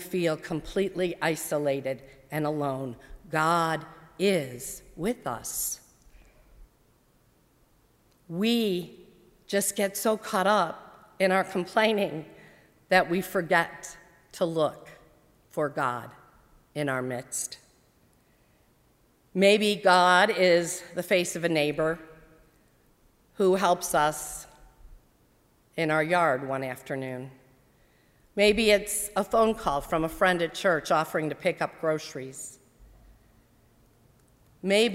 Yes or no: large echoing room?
yes